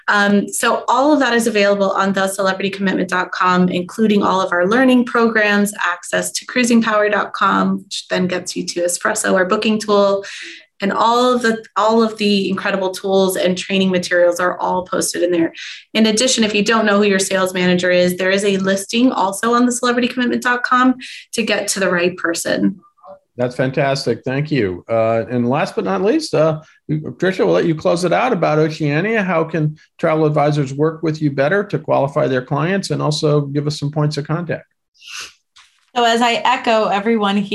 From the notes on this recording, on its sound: In this panel from our Virtual Roadshow series.